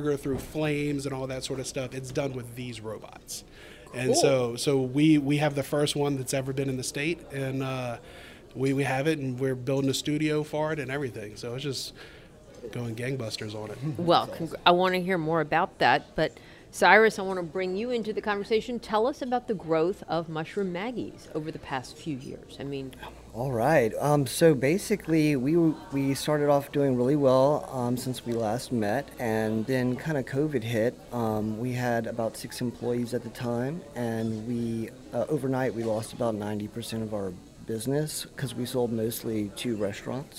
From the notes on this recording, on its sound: Out to Lunch is recorded over lunch at Mansurs on the Boulevard. Out to Lunch is recorded over lunch at Mansurs on the Boulevard.